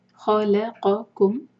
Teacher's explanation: قاف پیچھے سے آتا ہے کیف تھوڑا آگے سے